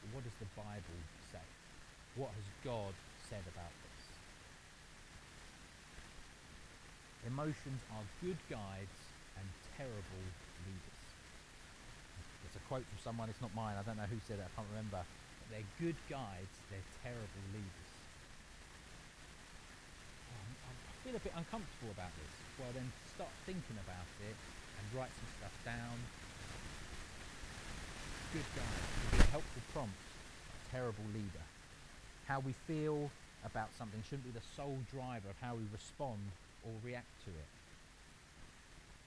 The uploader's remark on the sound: We apologise for the poor audio quality of this recording. This was due to technical issues.